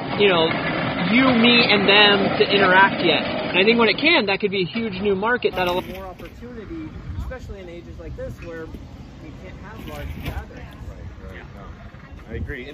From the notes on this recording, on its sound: On location Lunetta All Day.